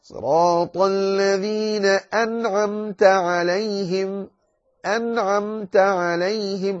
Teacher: عليك أن تظهر الميم إظهارا، لا تتصرف فيها ولا تخفيها ولا تدغمها ولا شيء من هذا. · Term: الإظهار الشفهي